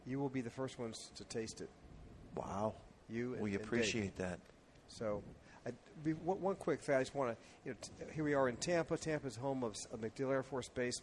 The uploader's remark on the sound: Broadcasting Live from the JC Newman Cigar Factory. For the 2014 Diamond Crown Experience.